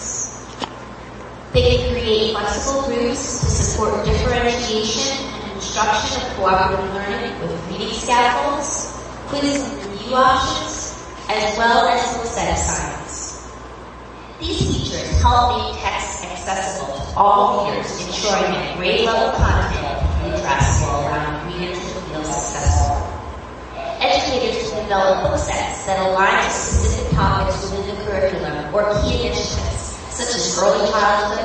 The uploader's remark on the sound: This is a recording of a presentation. At the 2016 iPadPalooza Conference in Austin, Texas.